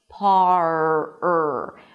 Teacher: The tongue curls in the back and creates this tense sound, and that's the R.